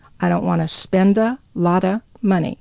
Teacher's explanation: So we have a T surrounded by vowels. T changes to D.